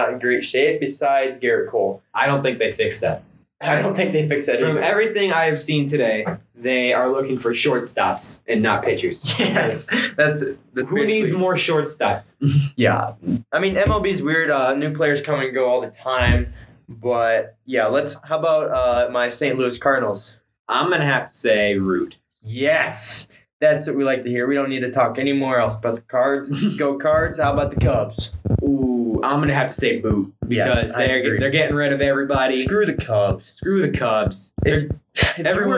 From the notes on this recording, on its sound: This episode may be some terrible audio quality. We had lots of audio troubles.